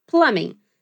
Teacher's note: Mas a gente não pronuncia esse B, então ele fica só plumbing.